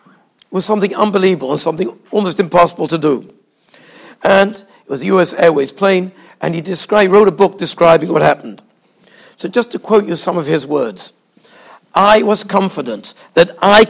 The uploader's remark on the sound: Shiur recorded in Yeshivas Ohr Reuven, Monsey, NY.